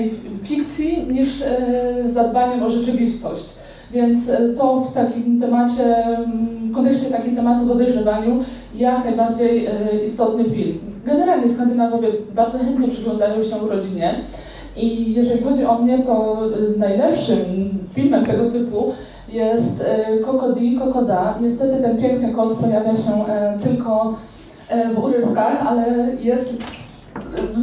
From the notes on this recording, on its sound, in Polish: Zapis audio (wraz z prezentacją) prelekcji, która odbyła się 17 czerwca 2023 roku podczas festiwalu popkultury i fantastyki „Pyrkon”.